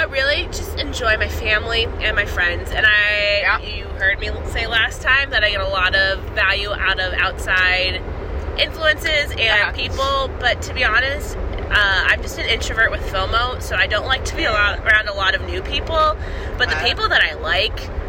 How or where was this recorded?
inside a vehicle